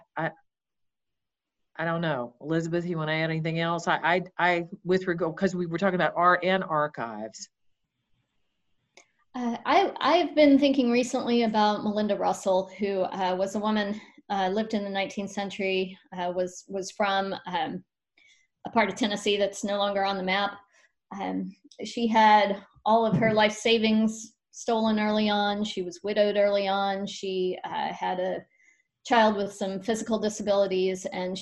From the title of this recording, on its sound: Zoom Talks Series